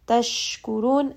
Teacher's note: sheen has tafashi, allow some of that sound to spread. Qurun, ra here is going to be heavy because it has a dhamma.